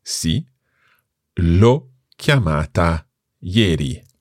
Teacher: Okay, and it's just important to point out here that the when I said that l'ho chiamata ieri, the l'ho is really saying la o